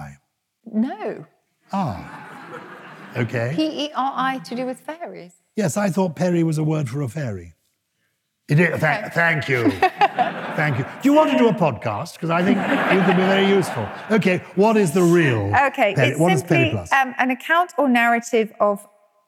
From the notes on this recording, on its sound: Recorded live at the first of our London shows at the Cadogan Hall.